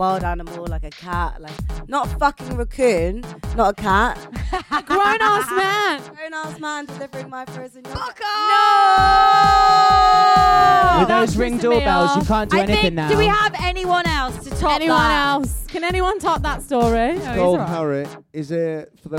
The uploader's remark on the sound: Live at The London Podcast Festival '22. We throw it back to when we were LIVE in front of a REAL AUDIENCE.